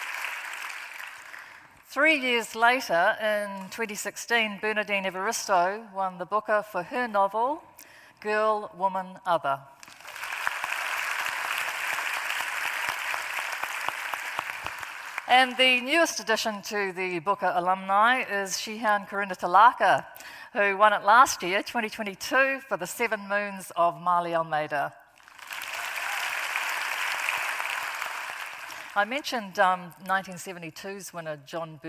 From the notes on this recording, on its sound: at the 2023 Auckland Writers Festival